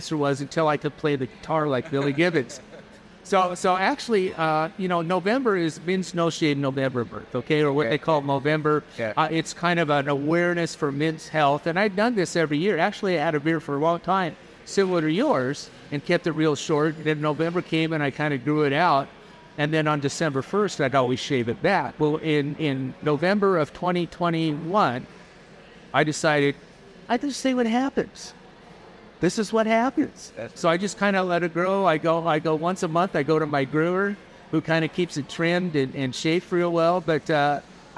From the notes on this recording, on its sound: recorded at DME 2023